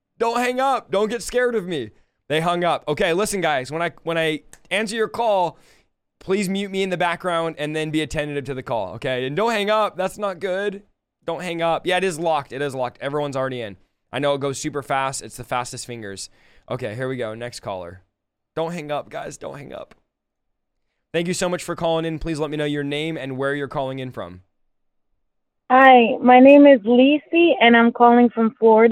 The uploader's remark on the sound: A live stream where everyone calls in live and ask questions!